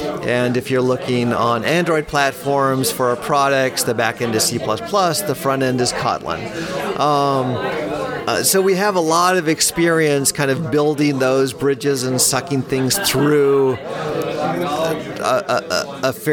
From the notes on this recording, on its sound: live from C++ On Sea 2023